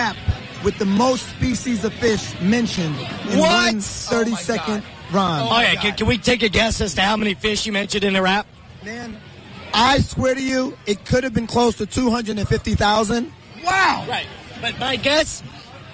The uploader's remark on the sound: SXSW Sunday's Live Coverage. Live coverage of SXSW Sunday afternoon.